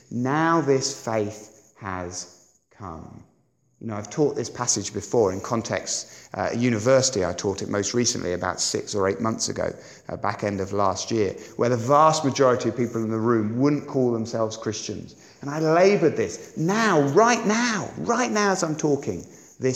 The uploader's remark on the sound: on Sunday 23rd April 2017 at Sandon Road Baptist Church.